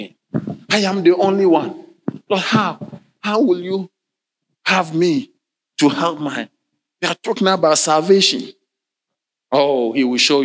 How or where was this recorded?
large echoing room